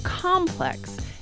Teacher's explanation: A complex is something that has a lot of connected parts, and the stress is always on the first syllable.